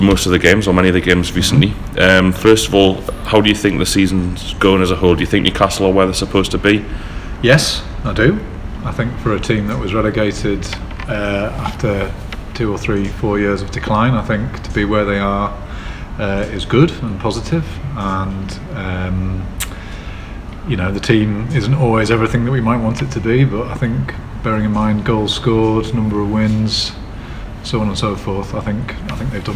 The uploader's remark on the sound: thank you to Nine Bar for allowing us to record